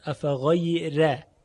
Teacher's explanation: در کلماتی مثل افغیر الله و لذکر الله حرف را قاعدتا باید ترقیق بشه، افغیر، اما بعدش الله لام مفخم و مغلظه، تغلیظ شده.